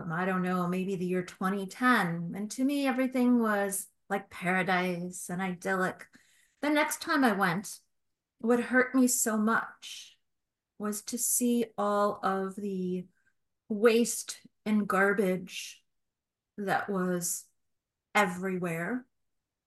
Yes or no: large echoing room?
no